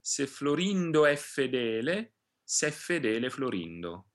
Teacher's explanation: So every time we say fedele there, we're going to double the F.